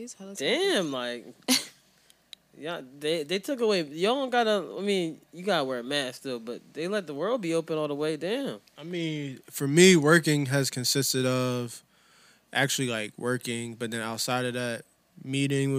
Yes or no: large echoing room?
no